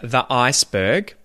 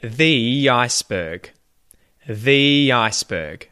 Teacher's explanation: I link it with a Y kind of sound · Shown in: second take